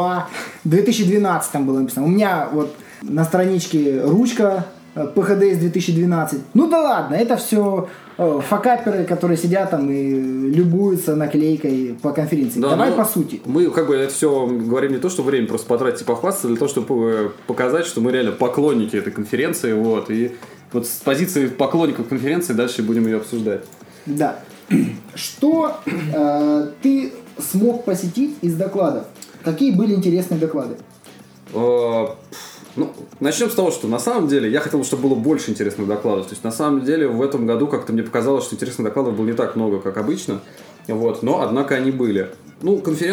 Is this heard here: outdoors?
no